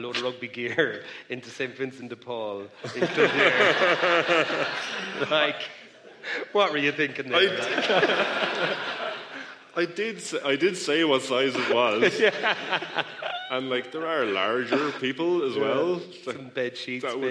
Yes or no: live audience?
yes